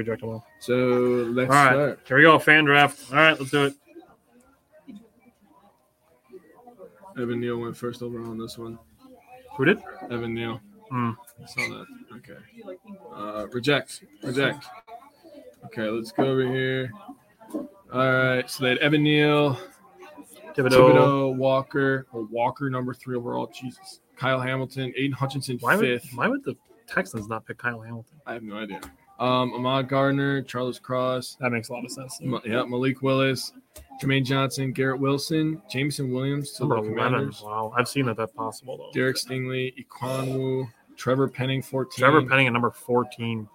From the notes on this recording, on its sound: Live Draft Special! Live from the Kiel Parker John's!